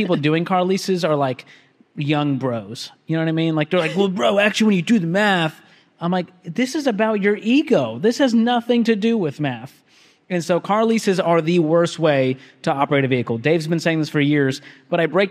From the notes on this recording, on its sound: a LIVE audience